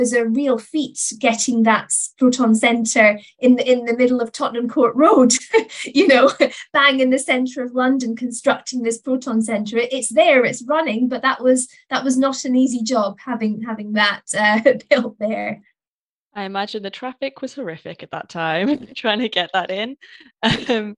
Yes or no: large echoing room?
no